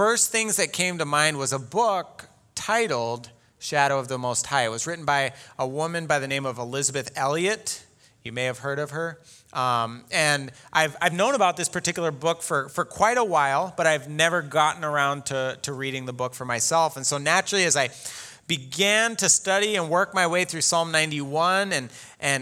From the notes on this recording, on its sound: Delivered Sunday, July 19, 2020 at Woodridge Community Church (New Berlin, WI).